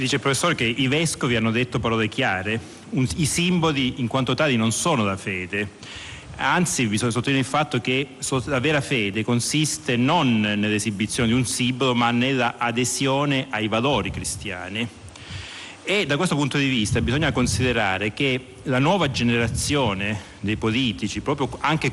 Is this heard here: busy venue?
yes